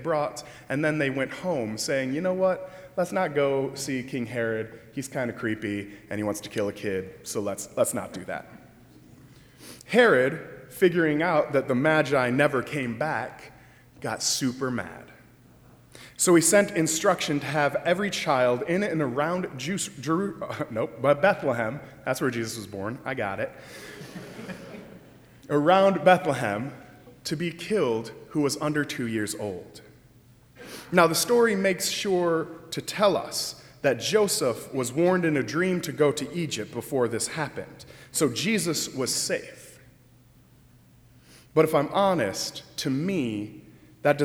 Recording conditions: large echoing room